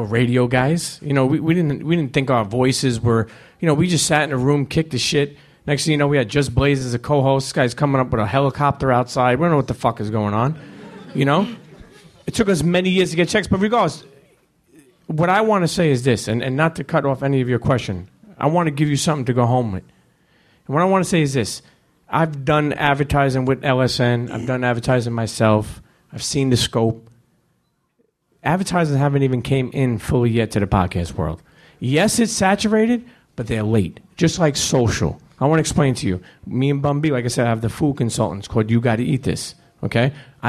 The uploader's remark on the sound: The LSN Podcast Panel Live From A3C. We present the Loud Speakers Network panel live from A3C.